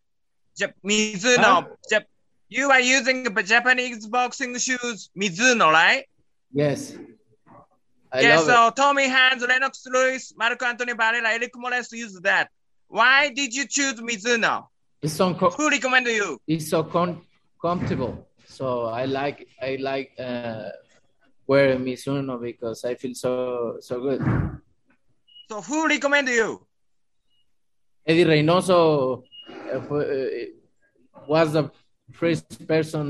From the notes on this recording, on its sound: will hold a Zoom conference call